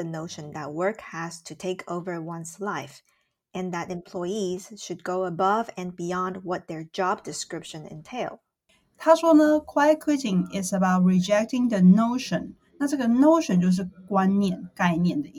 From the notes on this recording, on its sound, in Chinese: 這集的收音音質不是很好，請大家見諒